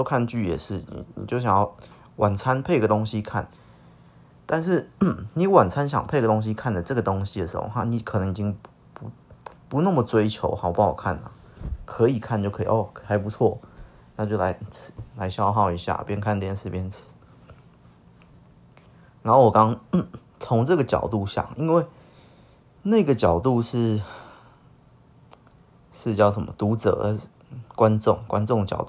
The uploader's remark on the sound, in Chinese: 音質不是很好，可能之後還是盡量少用手機錄吧